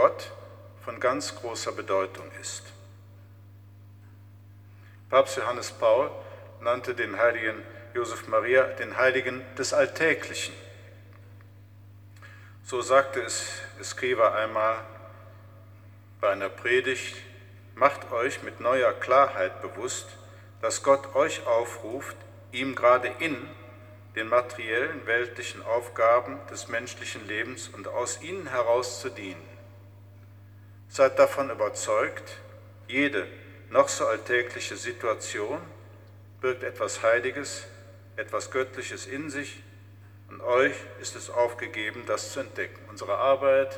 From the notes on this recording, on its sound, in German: Mitschnitt der Predigt aus St. Pantaleon.